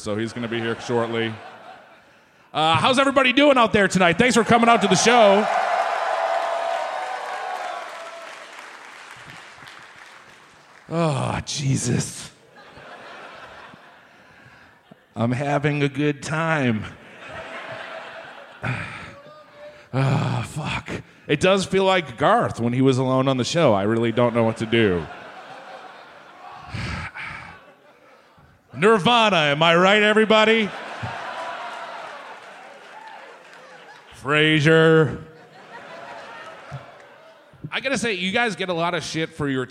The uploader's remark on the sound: Recorded live at the Neptune Theatre.